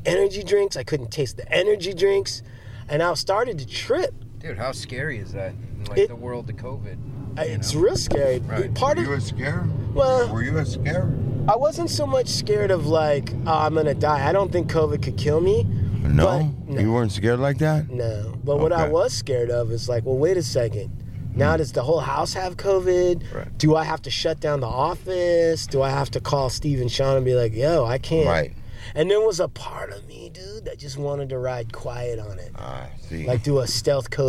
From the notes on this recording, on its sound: DO IT LIVE from the beach